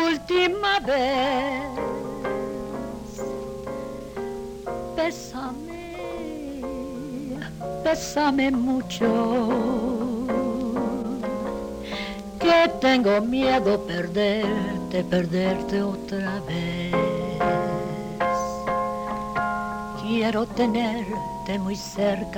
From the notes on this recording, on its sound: Radio re-creations live on stage at the Magic Castle in Hollywood